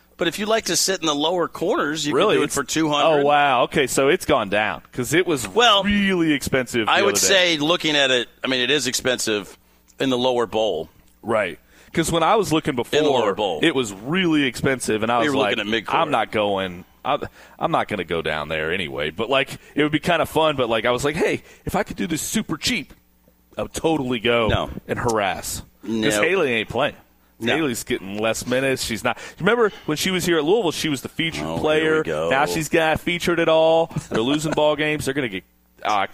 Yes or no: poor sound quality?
no